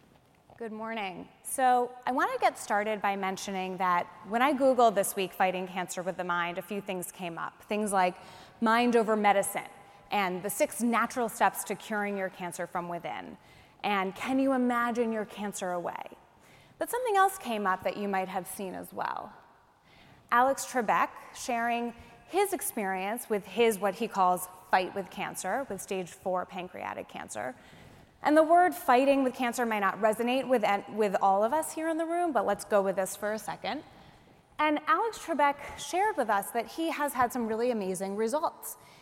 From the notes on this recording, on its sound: speak to an audience of reunioning alumni